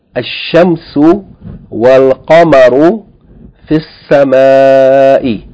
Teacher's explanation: So the sheen is double, the lam is not pronounced.